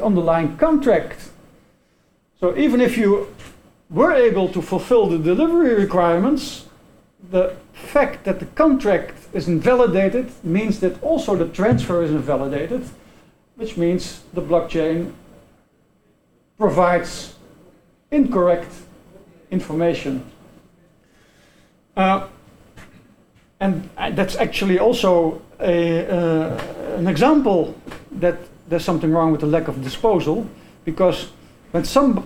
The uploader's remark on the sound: This podcast is part of the recording of the symposium that was held on June 1st.